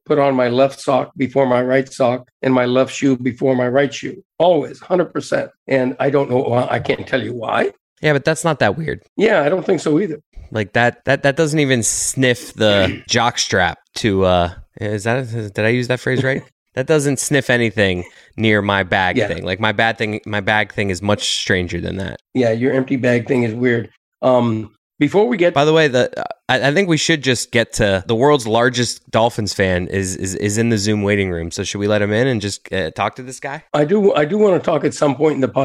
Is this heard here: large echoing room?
no